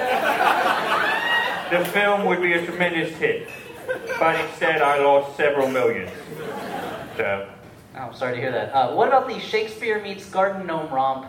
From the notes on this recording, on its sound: LIVE SHOW EXCERPT. A little something extra from our Jaws: The Revenge live screening.